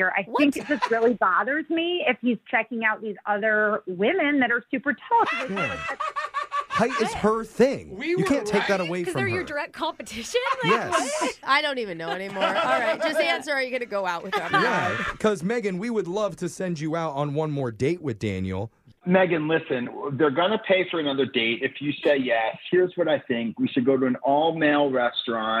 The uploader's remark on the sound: The guy on the phone today